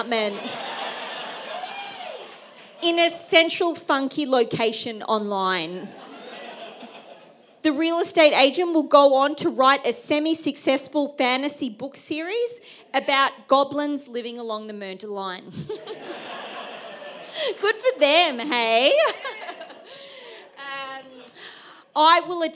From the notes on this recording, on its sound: For the Wheeler Centre’s 2023 end-of-year showcase. The following recording is an excerpt from the event. At The Wheeler Centre.